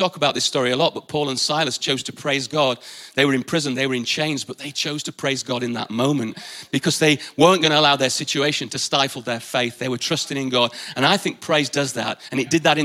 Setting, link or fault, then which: setting, live audience